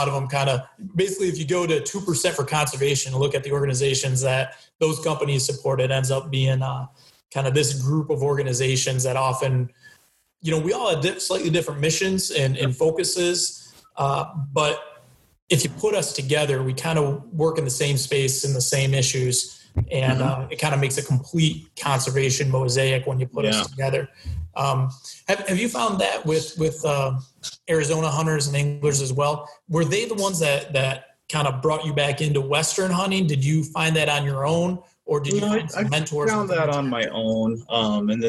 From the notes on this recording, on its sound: We apologize for the tinny sound of this recording